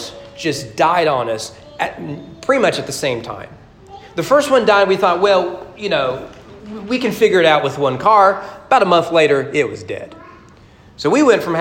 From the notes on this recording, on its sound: Sermon preached at Greenup Fork Baptist Church on April 25, 2022 during morning worship as part of their 200 anniversary celebration.